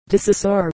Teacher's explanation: De Saussure has become De Saussure, with the accent on the first syllable